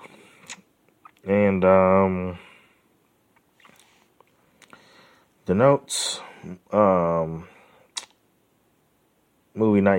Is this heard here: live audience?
no